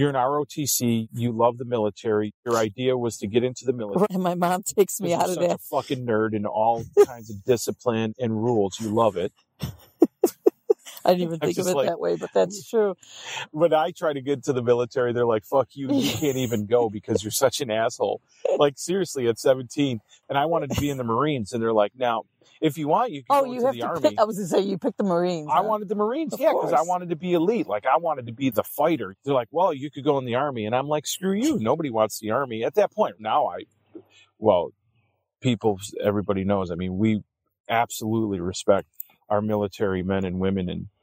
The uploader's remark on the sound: We're recording this one on the road, from our Overland trailer in Alpaca, Wisconsin. So, you'll hear the calming sounds of nature, birds chirping, and the crackle of a fire in the background.